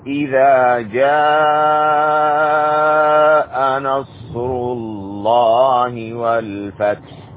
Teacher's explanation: هنا مد متصل ومد أقل شيء 4 حركات